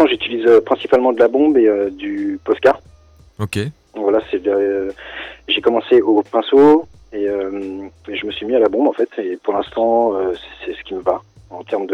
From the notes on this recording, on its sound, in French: sera avec nous par téléphone